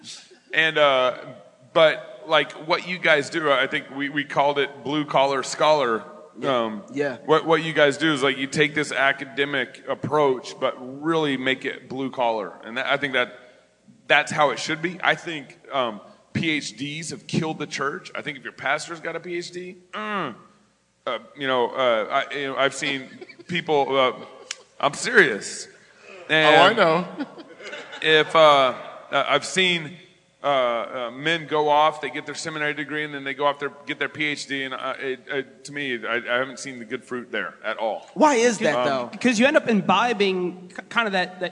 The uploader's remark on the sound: Fight Laugh Feast Conference: LIVE SHOW!!!